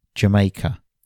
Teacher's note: these pronouns are almost impossible to hear in fast spoken English and often just become uh